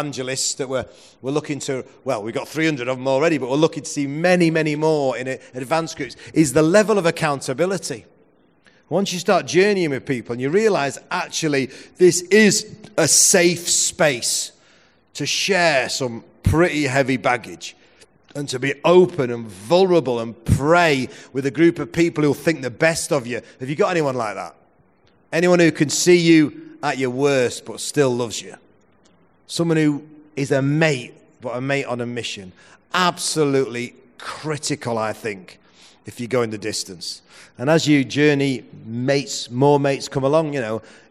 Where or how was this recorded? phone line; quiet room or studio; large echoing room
large echoing room